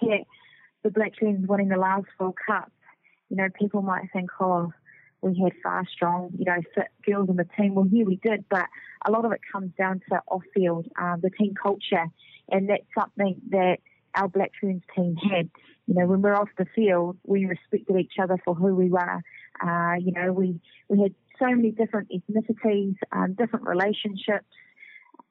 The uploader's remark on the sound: over the phone